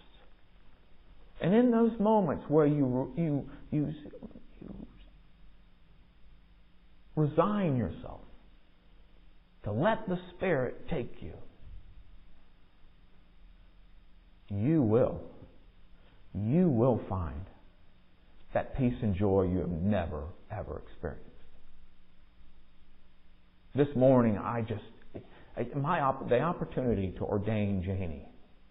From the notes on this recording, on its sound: Recorded at MPPC on Sunday, January 8, 2023, during the 10 am worship service.